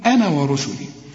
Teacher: كتب الله، انا قلت لك الباء، ما تقولش كتب الله، كتب، كتب الله لاغلبن، النون اهي لازم تغنها، انا ورسلي. كل أنا في القرآن، ما تقولش أنا عند الوصل، إلغي الألف وحناخدها فيما بعد، تقول أنا ورسلي.